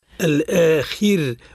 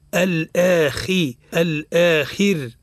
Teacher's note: الأخير بين كسرة الخاء ورقق الراء. الآخي الآخر.